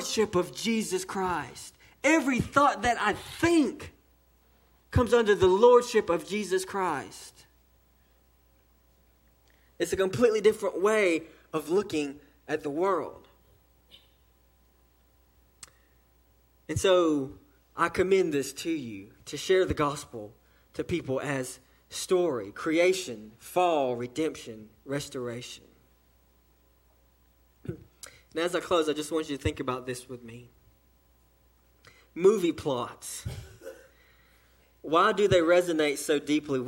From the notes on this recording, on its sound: sermon delivered to Cottondale Baptist Church in Eastman, GA during the 6:00pm service